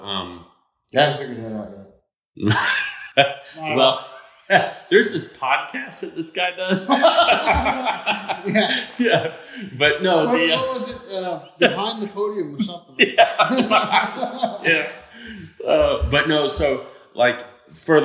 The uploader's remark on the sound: This was an impromptu podcast that was recorded at 2 A.M. In a hotel gym! It has a little bit of echo that we couldn't totally get edited out. Sat down, while in Florida, in an attempt to record a podcast.